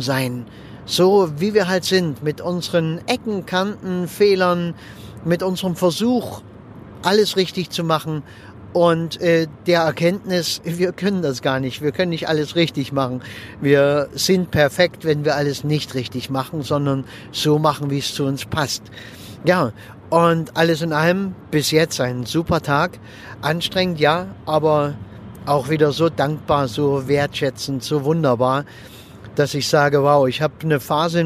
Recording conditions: inside a vehicle